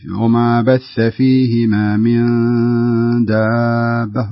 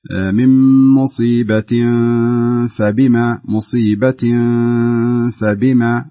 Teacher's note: هنا عندنا إخفاء نون ساكنة بعدها الدال فلا بد أنك تخفين حركتين